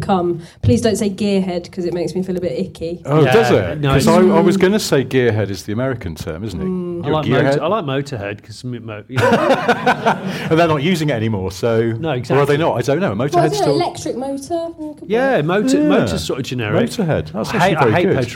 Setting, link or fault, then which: setting, live audience